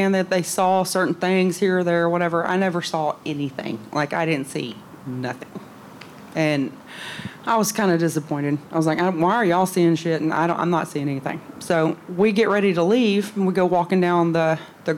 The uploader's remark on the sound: Halloween Live from Pour Brothers Brewery. Pour Brothers Brewery live show.